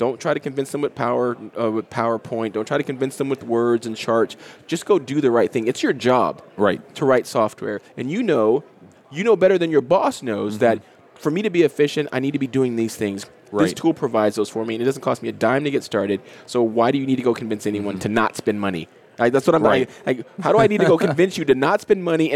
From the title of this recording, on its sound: LIVE at Microsoft Ignite